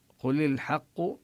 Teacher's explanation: اللام في الحق حكمها الإظهار لأن الحاء من الحروف القمرية